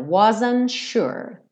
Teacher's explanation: Aqui o T do wasn't dá uma sumida